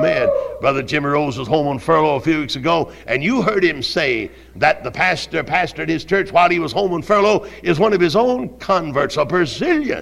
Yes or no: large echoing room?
yes